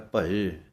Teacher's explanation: ਭੱਬਾ ਈੜੀ ਲਾਂ ਹੈ ਭਏ, ਇਹਨੂੰ ਭੇ ਨਹੀਂ ਕਹਿ ਦੇਣਾ, ਭਏ ਦੀ ਆਵਾਜ਼ ਦੇਣੀ ਹੈ